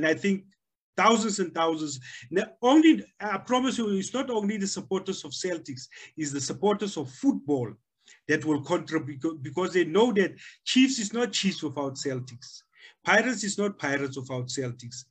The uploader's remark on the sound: The series is webcast via Zoom